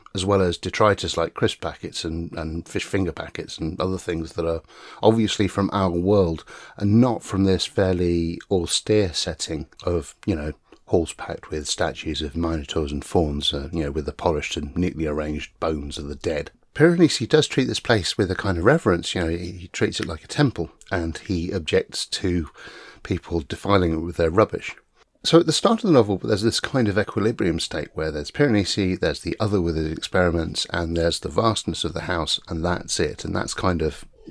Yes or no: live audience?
no